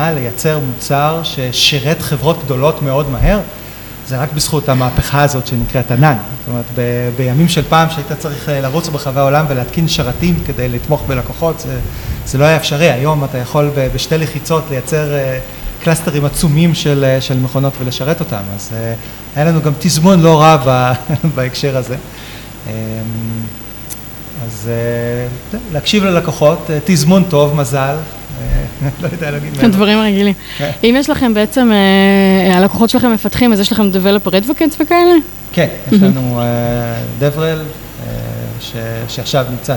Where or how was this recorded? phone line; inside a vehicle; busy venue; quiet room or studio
busy venue